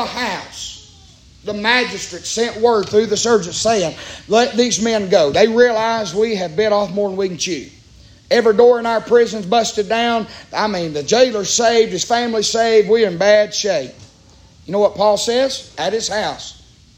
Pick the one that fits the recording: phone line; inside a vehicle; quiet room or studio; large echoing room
large echoing room